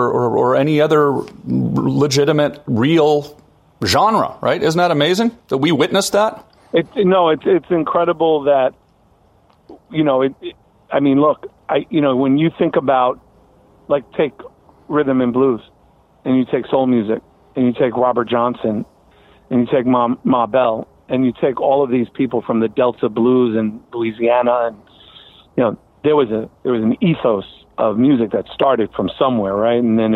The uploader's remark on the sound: Another episode of Van Life recorded on the road.